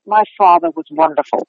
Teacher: then you're going to drop the R on father. · And then if they're British, what I will usually hear, this is a big sound that you catch people out on a lot, is in most British accents, because they're dropping the R, so it's what we call a non-rhotic accent, mm-hmm. you can't have two vowel sounds butting up next to one another, which is why you'll do what's called a linking R.